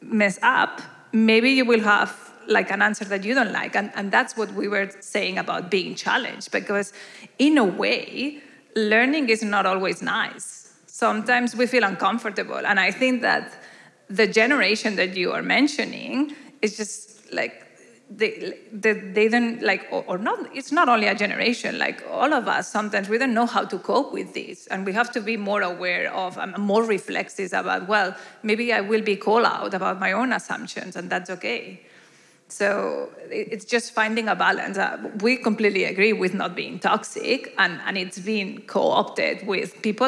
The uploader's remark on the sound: A special episode from The Parley Debate Event in 2023. Live episode of The Parley Debate Event, recorded in March 2023 - with an ensemble of debaters including academics, artists, comedians, and everyday people.